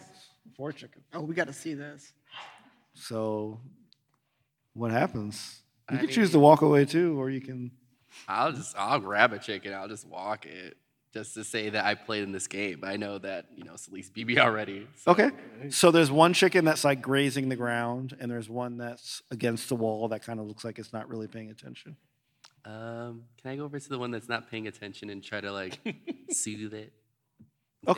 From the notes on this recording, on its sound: Live From C2E2. Perform live at C2E2 in Chicago!